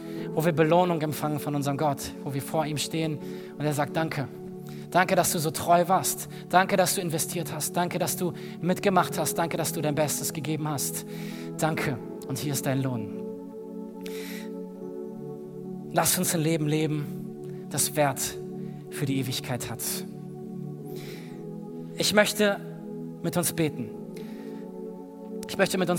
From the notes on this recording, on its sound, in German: aus unserem Gottesdienst am 20.